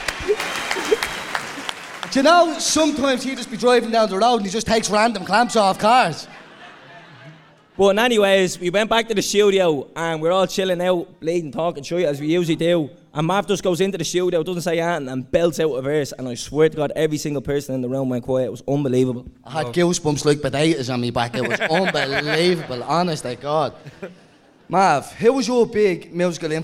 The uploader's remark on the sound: Our biggest ever live show! We packed out the National Stadium for our show.